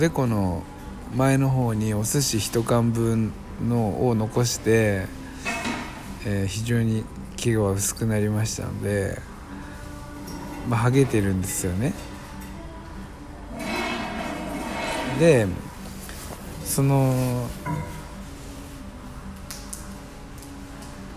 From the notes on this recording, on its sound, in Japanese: マクドナルドで収録